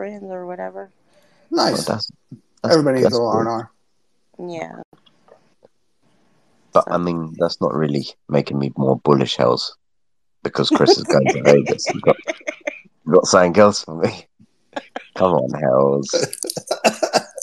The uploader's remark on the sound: recorded on Twitter Spaces